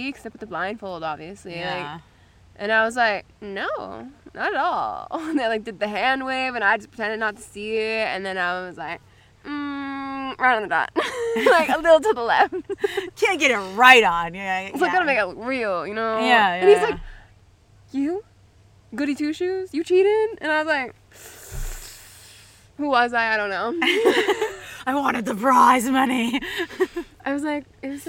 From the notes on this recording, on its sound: We did a live recording at our favorite apple orchard.